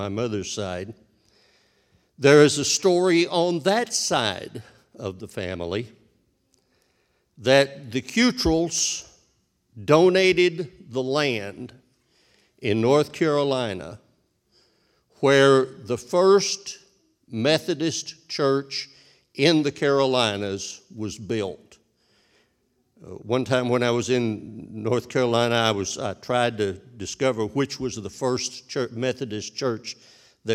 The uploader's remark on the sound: This sermon was recorded live on October 31st, 2021, at Newark United Pentecostal Church.